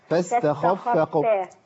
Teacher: ناخد بالنا بقى من الخاء الفخامه شويه